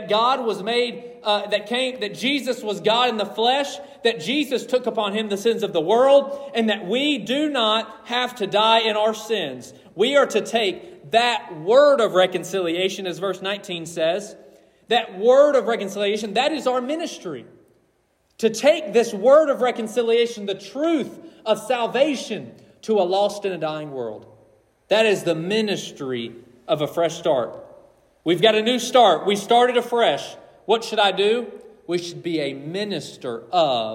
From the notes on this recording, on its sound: This message was preached on December 31, 2023.